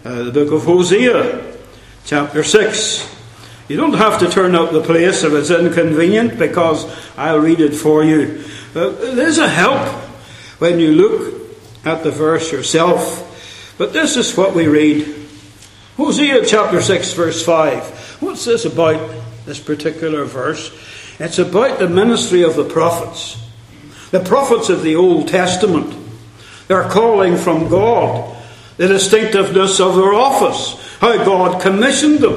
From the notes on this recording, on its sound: Centenary Conference London. At the Centenary Conference in London at Westminster Baptist Church.